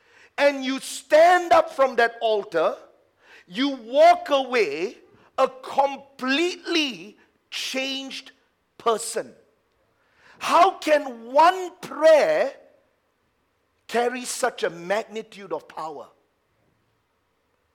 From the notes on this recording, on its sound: A message preached during our Tuesday service